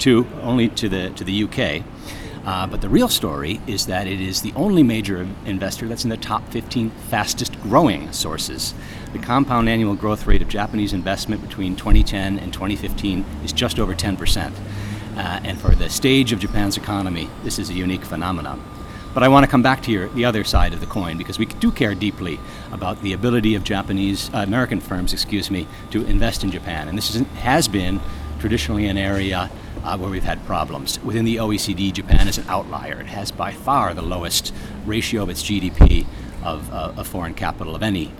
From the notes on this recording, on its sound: In an interview that took place outside of a Starbucks in downtown Tokyo